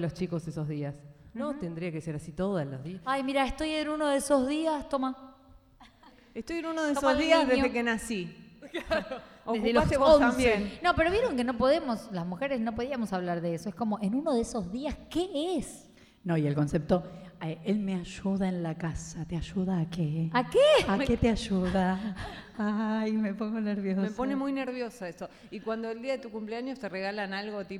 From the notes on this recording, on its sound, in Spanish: Copó el auditorio en Maipú 555. Sobre el histórico escenario de Radio Nacional y ante el público.